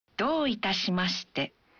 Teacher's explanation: Saat mengucapkan どういたしまして, bunyikan vokal o dalam do satu ketuk lebih panjang.